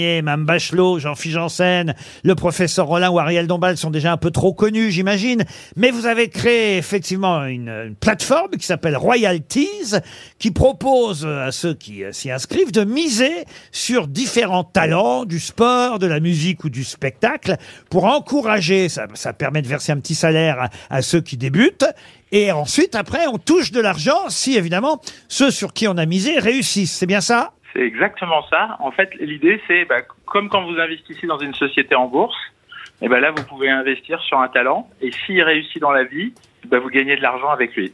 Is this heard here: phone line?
yes